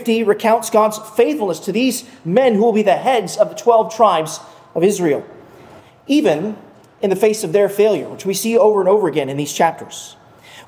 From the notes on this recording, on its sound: at Arlington Baptist Church in Arlington, Virginia